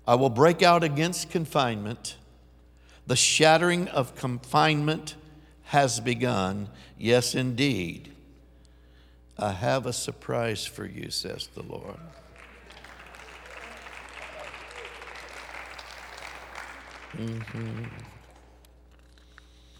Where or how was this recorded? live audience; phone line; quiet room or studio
live audience